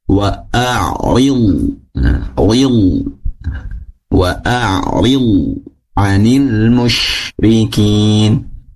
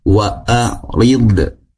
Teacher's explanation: Namun, perlu diperhatikan di huruf lo. Lo tidak mantul ketika sukun, ya. · Shown in: first take